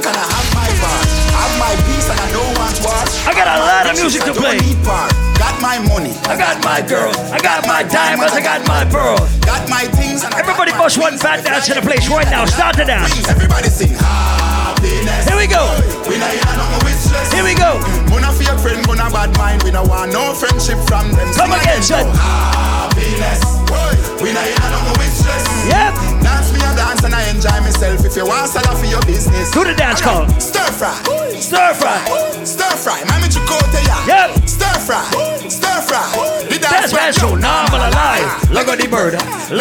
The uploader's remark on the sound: LIVE AUDIO. A recording of my set at Island Saturdays.